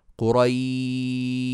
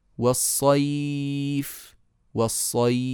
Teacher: سكون عارض بسبب الوقف يبقى مد عارض للسكون حركتين أربعة ستة المد اللين إذا جاء حرف لين وبعده سكون بسبب الوقف نمده أيضا 2 أو أربعة أو ستة